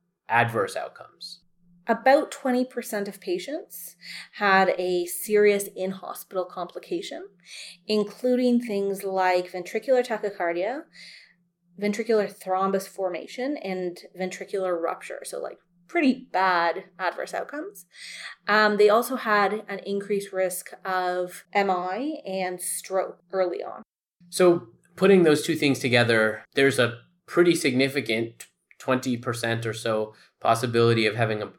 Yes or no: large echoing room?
no